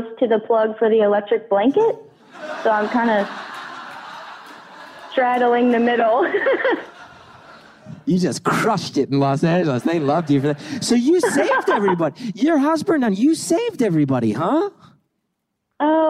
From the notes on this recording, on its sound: Lying under an electric blanket with her cat, this week’s caller tells. The live audience in Los Angeles.